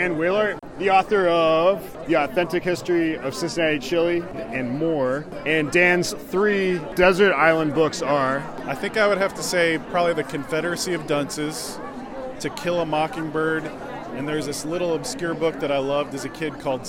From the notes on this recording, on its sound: Asks authors and attendees at the 2015 Books by the Banks festival.